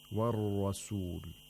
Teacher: The ra of rasul, on the other hand, is pronounced with tafkhim, with thickness, with a full mouth.